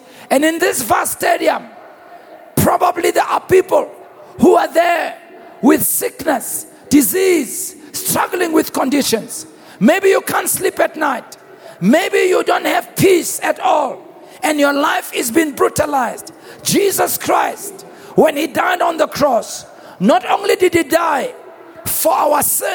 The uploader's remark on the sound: preached at the Annual Good Friday Celebration held at Orlando Stadium on the 07th of April 2023